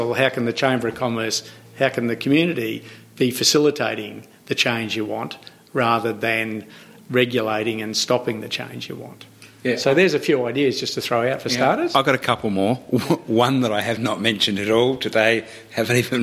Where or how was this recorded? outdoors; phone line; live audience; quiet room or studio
live audience